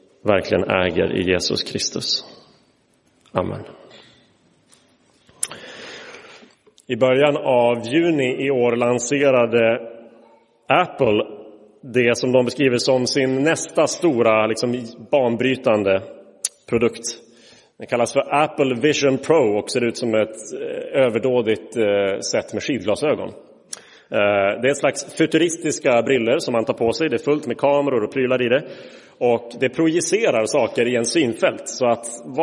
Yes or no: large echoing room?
yes